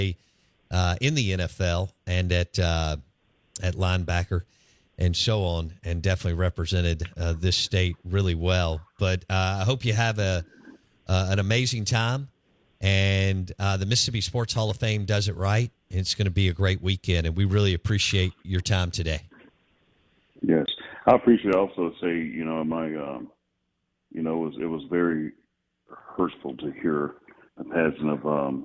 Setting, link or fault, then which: link, phone line